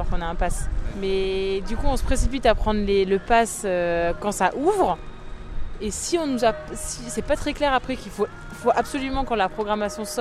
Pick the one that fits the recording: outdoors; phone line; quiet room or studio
outdoors